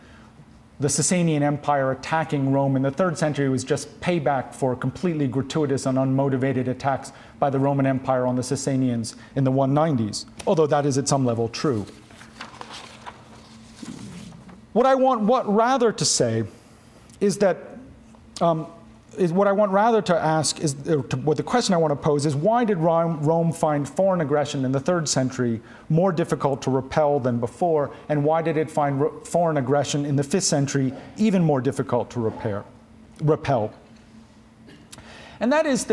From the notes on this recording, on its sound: This audio recording was originally presented as an illustrated lecture.